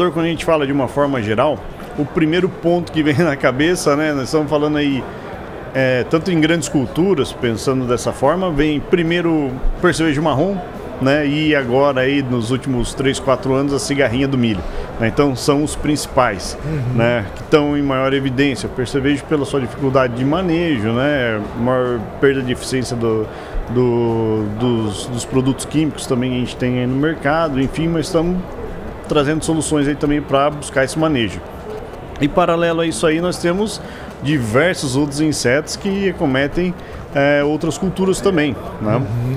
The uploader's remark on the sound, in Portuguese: Especial Hortitec. Estamos ao vivo na Hortitec 2023.